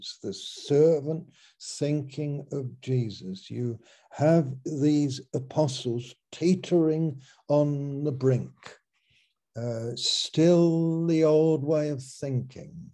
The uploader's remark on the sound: Malaysia Meets (Zoom)